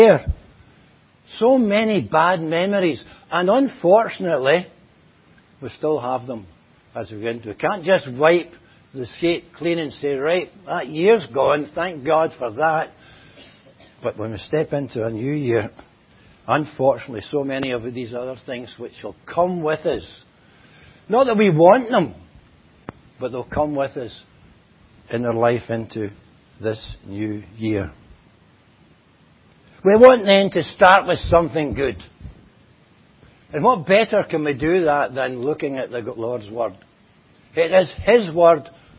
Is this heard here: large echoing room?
yes